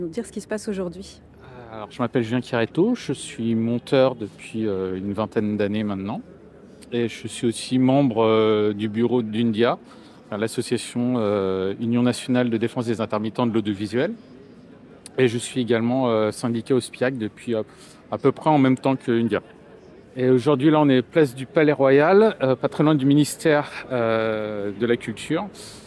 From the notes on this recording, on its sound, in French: Épisode spécial, en extérieur, enregistré le 19 décembre dernier à l’occasion de la mobilisation des travailleur.euses de l’audiovisuel devant le ministère de la culture. J’ai interrogé des monteurs et monteuses mais aussi des réalisateurs et réalisatrices, sur les raisons de la colère.